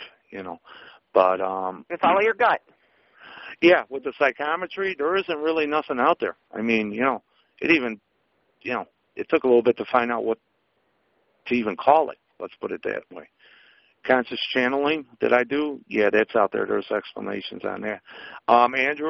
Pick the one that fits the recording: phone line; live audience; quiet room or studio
phone line